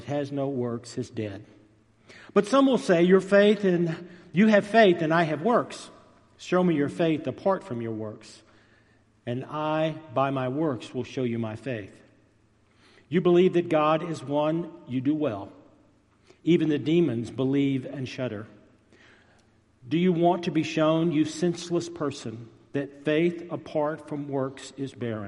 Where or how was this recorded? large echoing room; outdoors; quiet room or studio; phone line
large echoing room